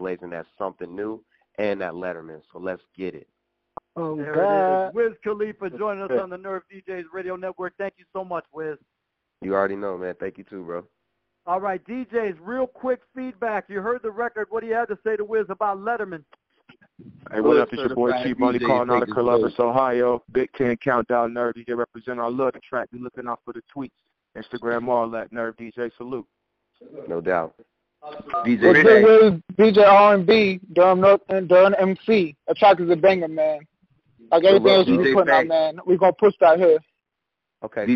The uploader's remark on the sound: Conference Call.